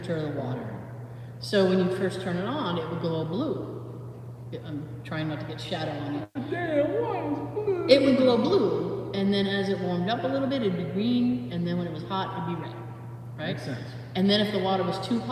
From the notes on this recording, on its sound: Recorded entirely in the Haunted Town Hall, we try to keep our cool as we hear noises throughout the night.